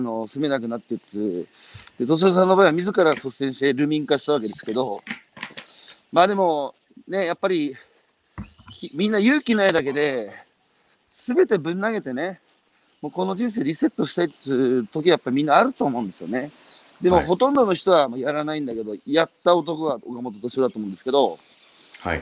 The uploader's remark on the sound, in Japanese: 歩きながら1時間、対談する